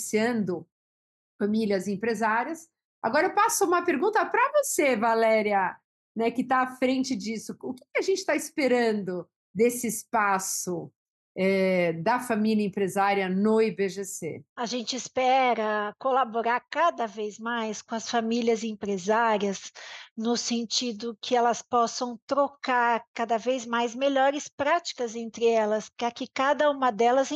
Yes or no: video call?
yes